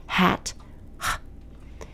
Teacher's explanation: The next one is hat, and it will be pronounced h. Again, it's a whispered sound, not a guttural sound.